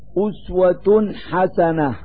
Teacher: أسوة حسنة، فالضمتان على التاء من كلمة أسوة هو التنوين الذي يظهر في اللفظ نونا ساكنة لوجود حرف الحاء بعده · Term: إظهار التنوين